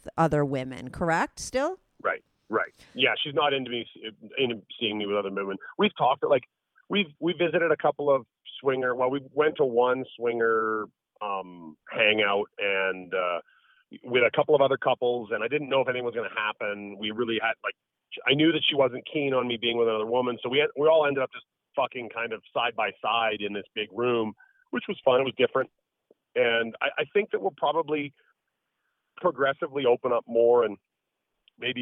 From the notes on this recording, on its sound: they both called in to talk all about it